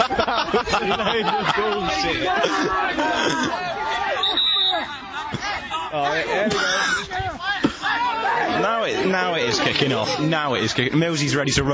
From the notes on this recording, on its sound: We took a mic down to Brackley Town's penultimate game of the season and commented on what was a thrilling encounter between two top young teams.